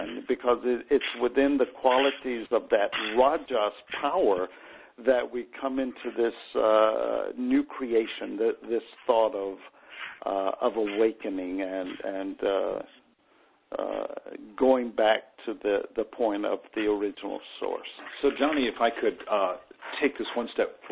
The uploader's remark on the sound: conference call